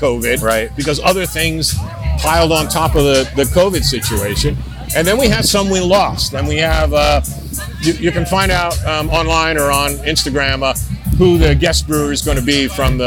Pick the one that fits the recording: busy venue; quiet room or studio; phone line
busy venue